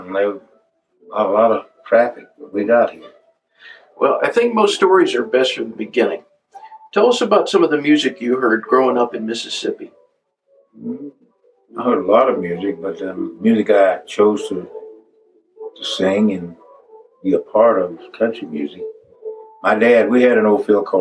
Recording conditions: poor sound quality